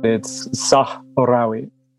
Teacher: It's got that hard H next to that rolling R, so yeah, it can be tricky.